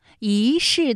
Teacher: 一世的一它也是一声，不过呢它在这里做变调处理，读二声了